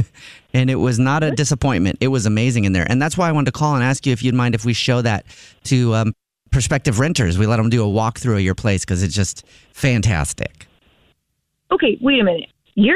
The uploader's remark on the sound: Phone Prank